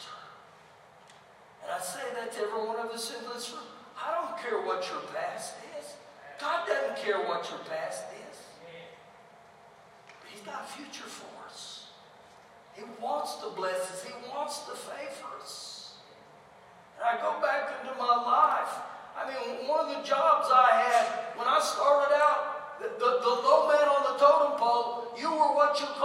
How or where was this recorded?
large echoing room